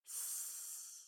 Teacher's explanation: you don't stop the airflow the same way as we do for B and P